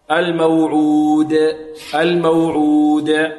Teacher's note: والقلقلة في الدال هنا تكون ماذا؟ أبين، لأنها موقوف عليها. وهذه القلقلة لا تميل لا إلى كسر ولا إلى ضم ولا إلى فتح، وإنما هي اضطراب في المخرج.